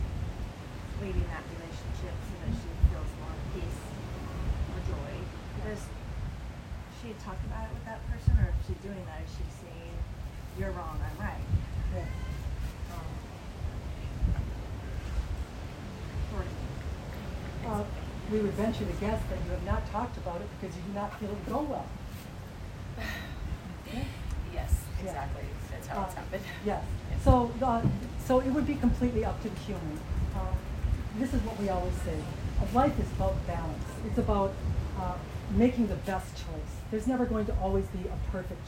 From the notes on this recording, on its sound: Turks and Caicos Group Session. Group Q&A while on vacation, apologies for background noise while outside.